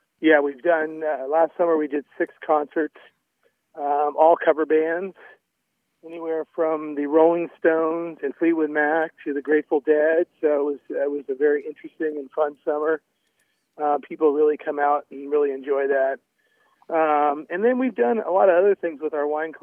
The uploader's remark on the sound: Called in today to share what you can find at his beautiful winery (just a short ride from downtown Healdsburg).